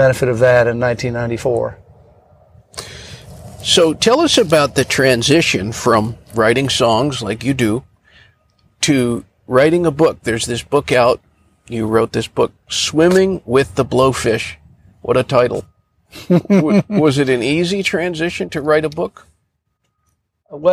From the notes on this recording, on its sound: on-location at beautiful Hampton Park in Charleston, South Carolina